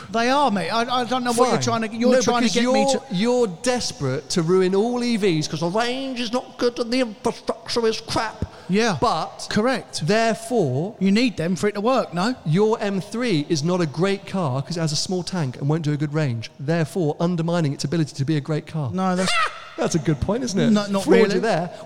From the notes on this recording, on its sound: Audience Q&A